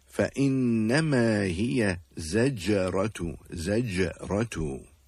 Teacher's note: On the letter jim, in the word زَجَّرَةُ، the letter jim has a sukun on it, and therefore it will have, or it will be recited with a jerking or echoing sound · Term: qalqala